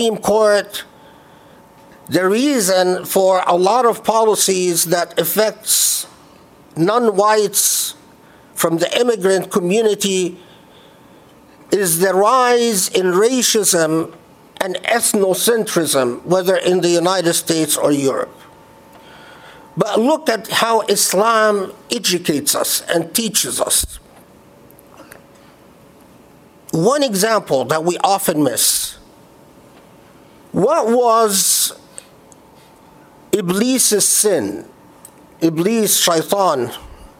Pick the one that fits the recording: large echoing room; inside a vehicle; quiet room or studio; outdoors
large echoing room